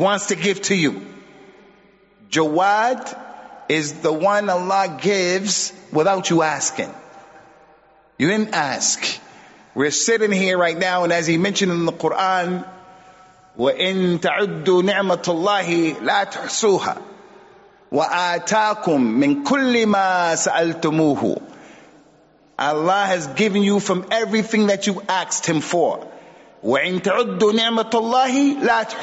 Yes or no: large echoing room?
yes